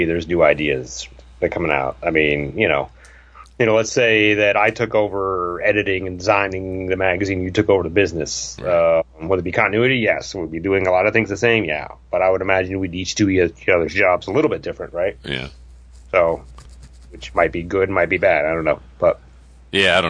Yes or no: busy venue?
no